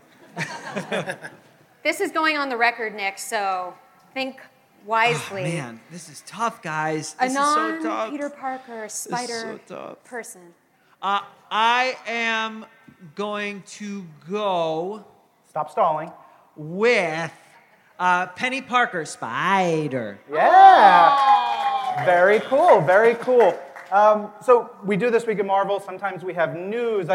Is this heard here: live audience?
yes